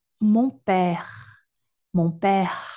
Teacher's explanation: o R francês ele é gutural, ele é da garganta. Então, por exemplo, uh, mon père, mon père.